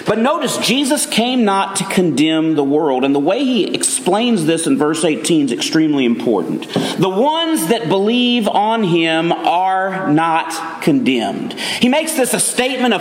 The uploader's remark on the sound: Message delivered Sunday, October 1, 2023 at Mt Carmel Primitive Baptist Church, Bel Air, Maryland.